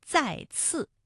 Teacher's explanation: 再次这两个字呢，都是平舌音，再的声母是滋，次的声母是呲